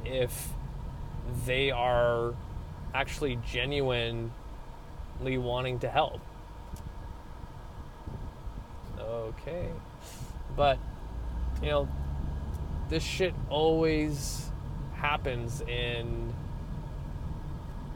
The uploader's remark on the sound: I jump back into my car vlog styled episode